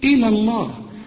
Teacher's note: هنقول إلى الله وكأن الياء غير موجودة · إن تتوبا، وعندك مادة 4 حركات عند الوصل لأن بعد المد همس إلى الله، هنا بقى ما تقولش إلى الله إلى إلى الله، لا رقق اللام وفخم اللام التانية بتاعت لفظ الجلالة